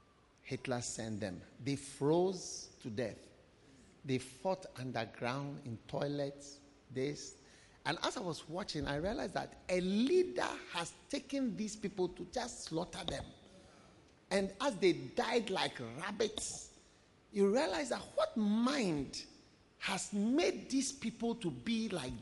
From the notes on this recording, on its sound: Preached at the Salvation Sunday Service.